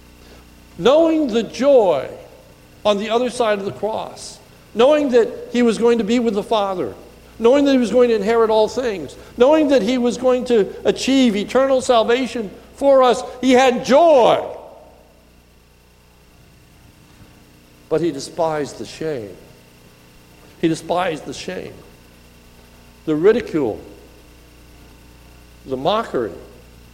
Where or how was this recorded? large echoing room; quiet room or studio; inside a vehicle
large echoing room